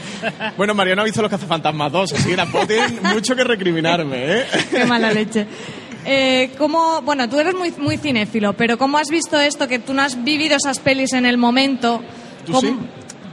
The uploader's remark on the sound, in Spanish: En directo desde VGCómic